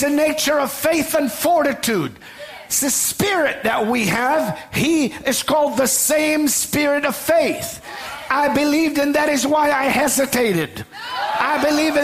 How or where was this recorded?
large echoing room